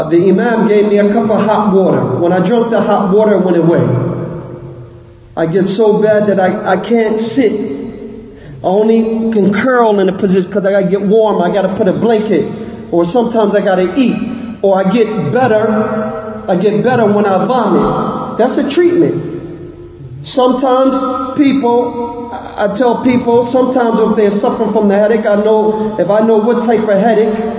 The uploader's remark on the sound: Lecture given at Masjid Nur Allah, Queens, NY